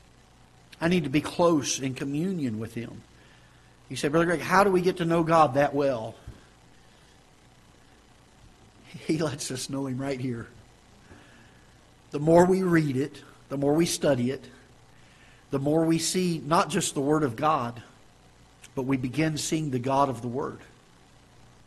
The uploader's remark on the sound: Ketha Heights Baptist Church ~ Live Broadcast